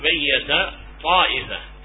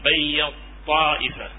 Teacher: فيجعل التاء من جنس الطاء فيجعله كأنه حرف واحد ويشدد · Shown in: second take · Term: إضغام المتحرك